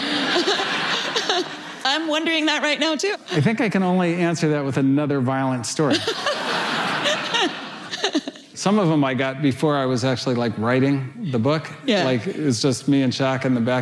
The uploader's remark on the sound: Which was recorded at the Computer History Museum in a live event, before the pandemic.